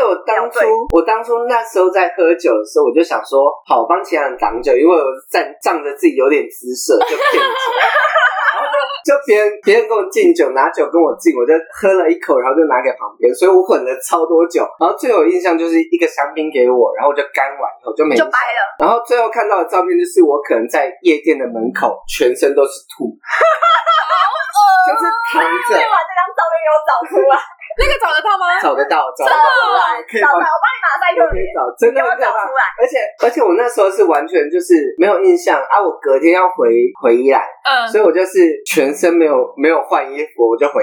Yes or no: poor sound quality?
yes